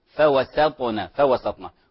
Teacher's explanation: تخليص السين من التفخيم وهي السين مرققة